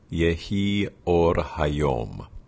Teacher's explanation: you can see there's a glottal before the word or both times. The word or should have a little flip at the end as opposed to in Midwestern R.